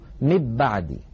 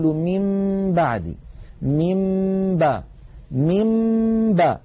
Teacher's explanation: ومر معنا في أحكام الميم الساكنة أن الميم الساكنة إن أتى بعدها باء فحكمها الإخفاء، وذلك بأن نطبق الشفتين على الميم وعلى الباء إطباقة واحدة من غير أن تتحول الميم إلى باء · Shown in: second take